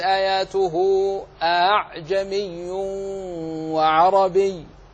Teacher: أما في كلمة أعجمي إن كنت تسأل عن رواية حفص فبتسهيل الهمزة